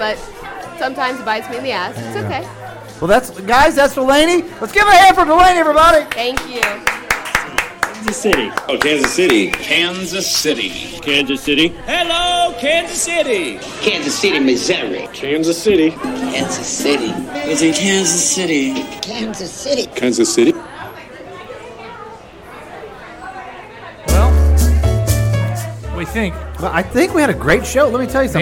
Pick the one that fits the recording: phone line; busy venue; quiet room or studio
busy venue